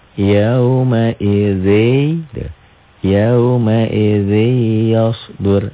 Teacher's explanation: Kalau bunyi nun mati atau tanwin kan N. Bertemu dengan Y, N-nya jadi Y. · Term: idgham bigunnah